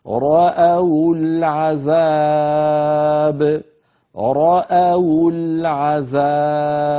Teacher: يحركون الواو بالضم لأن الضم أنسب الحركات للواو، رأوا فيضمون الواو تخلصا من التقاء الساكنين فيقولون رأوا العذاب